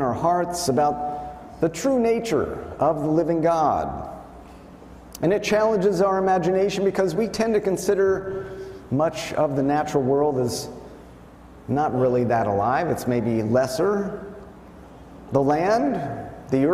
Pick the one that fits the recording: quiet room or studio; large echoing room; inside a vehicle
large echoing room